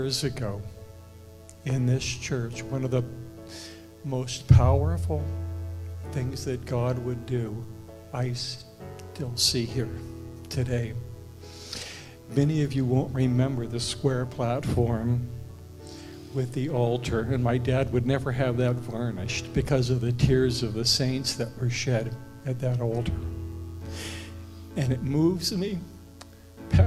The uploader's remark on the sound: Live from The Summit Church in Dover, OH.